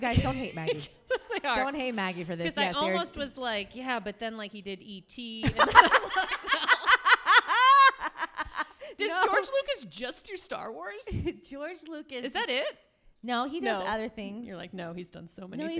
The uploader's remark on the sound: LIVE FROM THE COMEDY ARENA. Our live show. The first ever live recording of Unstable Topics had the best besties at The Comedy Arena in McKinney, Texas.